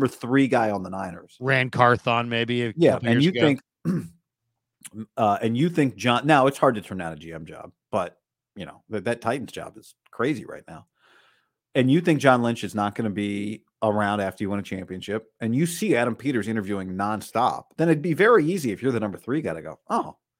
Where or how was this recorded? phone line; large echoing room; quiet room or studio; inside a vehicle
quiet room or studio